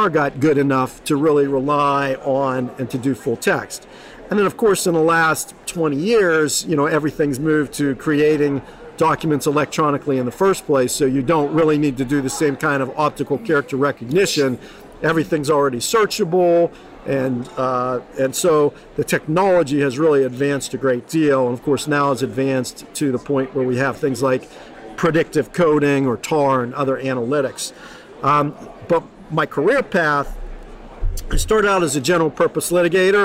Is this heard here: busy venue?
yes